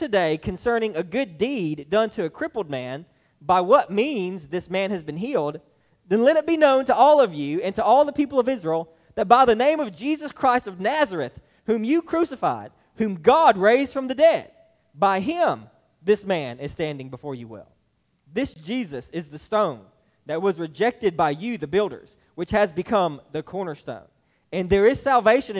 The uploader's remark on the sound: This message was delivered to Hillside Baptist Church in Eastman, GA on 6/11/23